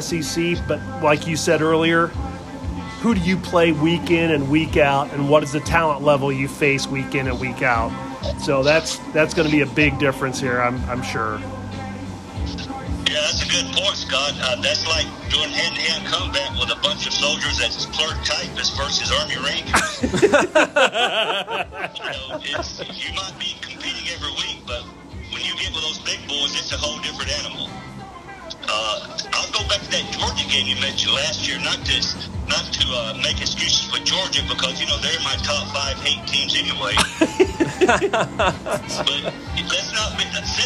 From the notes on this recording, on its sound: On location from Deviate Brewing.